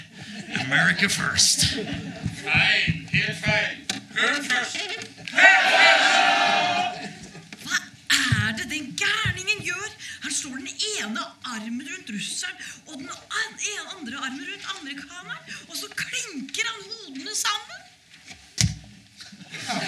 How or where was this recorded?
live audience